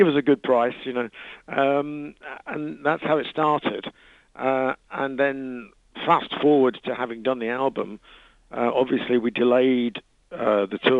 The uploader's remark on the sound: lead singer called